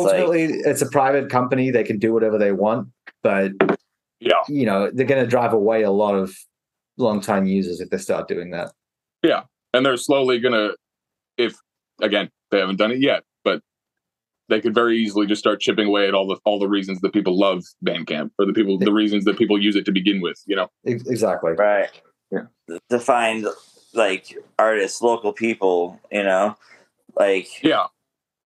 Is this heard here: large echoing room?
no